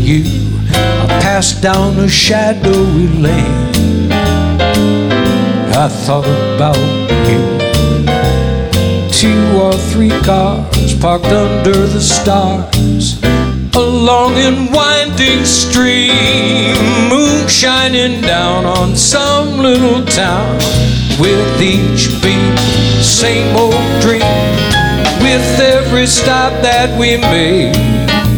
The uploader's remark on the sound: Live at the SountPoint Casino